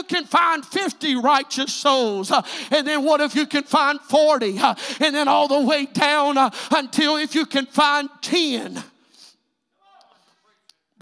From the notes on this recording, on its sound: This is a recent sermon preached at Truth Apostolic Church in Madisonville, KY.